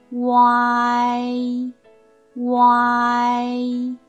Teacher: 唇形是由呜这个音圆唇发出啊之后，再变成一扁唇 · 我们从圆唇后高元音乌开始，然后呢，舌位向前滑行到啊，再向高元音一的方向滑升 · Term: 三和元音复韵母